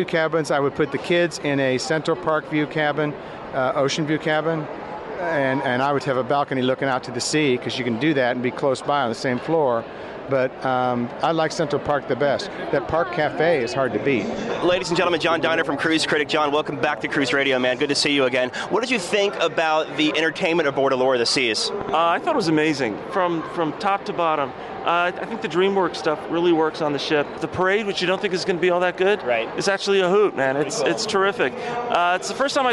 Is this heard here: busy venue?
yes